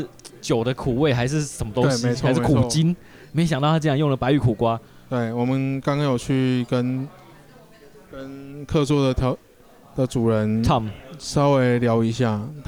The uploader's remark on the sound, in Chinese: 錄音地點：Bar Mozaiku - 馬賽克酒吧。錄音設備：Shure SM58+Shure beta58 + Superlux TM58S + ZOOM H6 + ZOOM XYH-6。